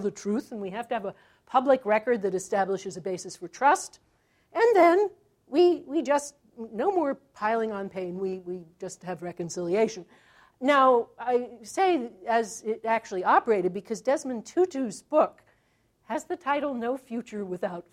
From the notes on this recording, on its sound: This talk was recorded January 14, 2014 as part of the Chicago's Best Ideas lecture series.